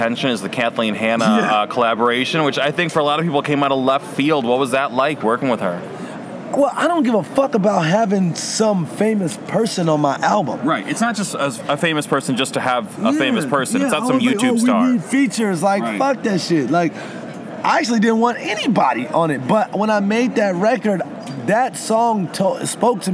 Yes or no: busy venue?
yes